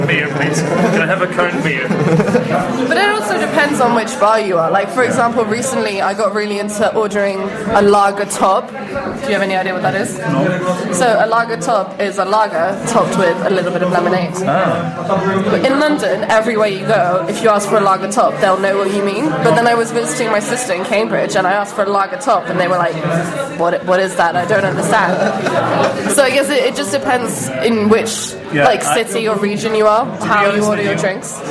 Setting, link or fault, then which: setting, busy venue